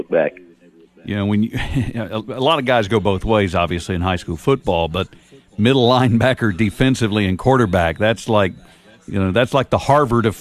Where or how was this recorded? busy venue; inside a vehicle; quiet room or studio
busy venue